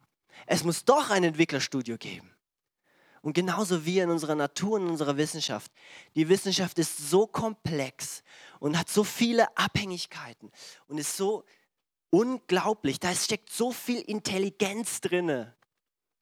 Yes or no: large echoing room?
yes